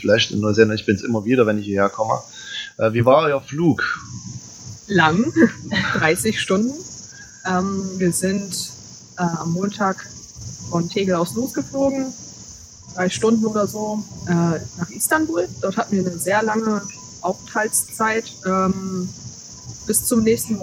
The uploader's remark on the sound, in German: Live aus Neuseeland. In einer gemütlichen Runde im Park befragt. Die Tonqualität hat diesmal leider ein wenig gelitten.